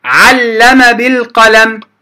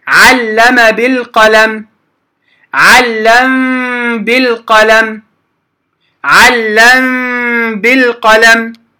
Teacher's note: قلنا أنه إخفاء وليس إدغام من الميم عند الباء، إنما إخفاء